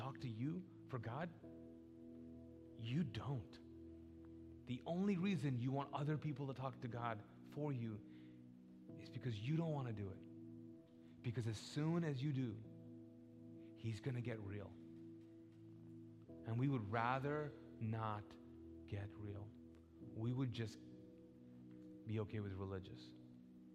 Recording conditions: large echoing room